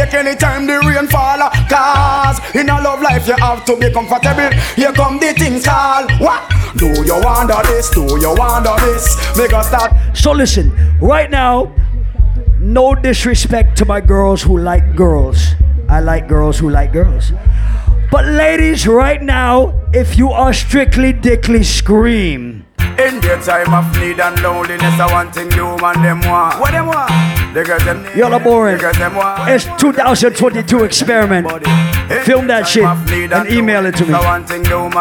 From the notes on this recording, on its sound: Live audio recording from my set at Island Saturdays on April 30th.